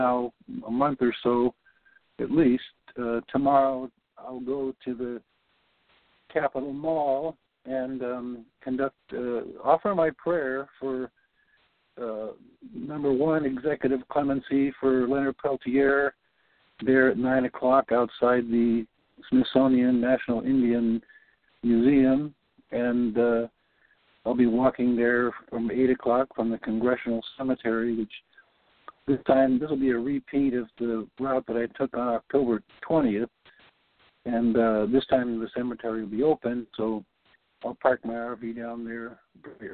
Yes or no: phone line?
yes